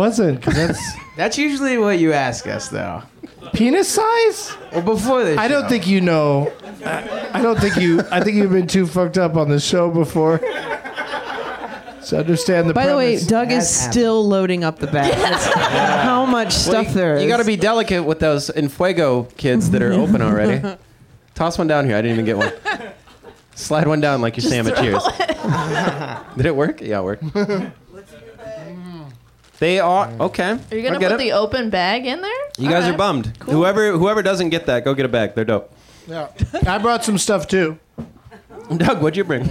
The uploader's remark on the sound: Live from the UCB Franklin